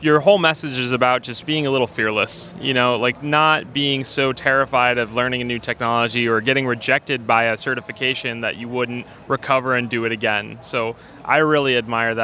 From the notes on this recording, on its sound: This podcast was recorded live at VMworld 2016 in Las Vegas.